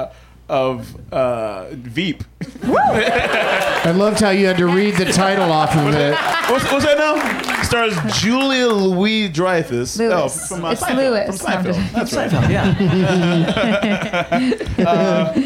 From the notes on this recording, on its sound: Back home at the UCB Franklin in LA